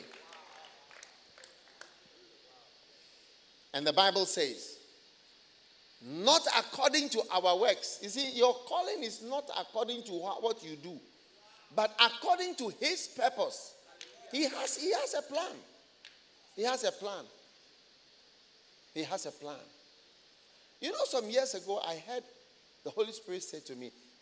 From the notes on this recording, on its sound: Preached at The First Love Experience Service, First Love Center, Accra.